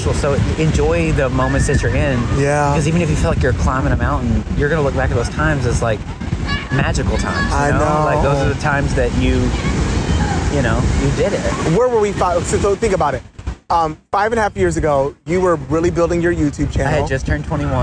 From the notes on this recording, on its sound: I’m at the beach with a close friend and we decided to just talk and record.